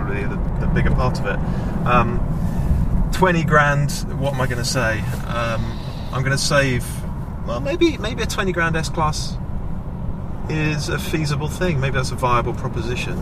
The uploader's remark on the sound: Direct from the M4 motorway in the cabin of a V8 Lexus. Recorded this week's podcast on the way to photograph two very special cars. From the very swanky cabin of a Lexus LC500.